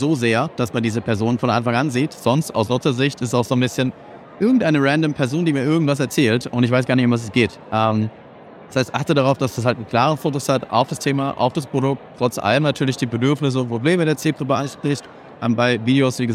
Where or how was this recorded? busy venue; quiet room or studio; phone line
busy venue